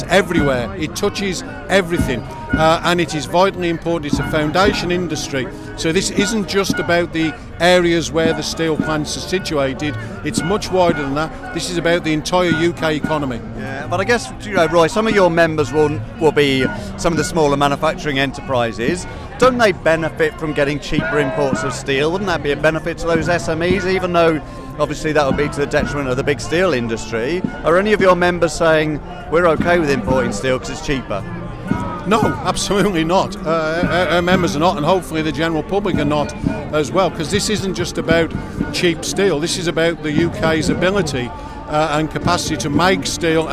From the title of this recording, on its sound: Live from the London march